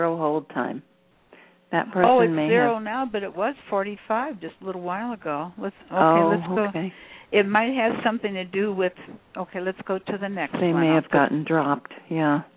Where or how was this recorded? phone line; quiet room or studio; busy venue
phone line